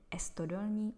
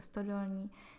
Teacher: tak Španělé, když je vyslovují, tak tam to Ečko prostě vloží. · Shown in: first take · Proto tedy Ostravská ulice, kam lidé rádi chodí na párty, bude Estodolní místo Stodolní.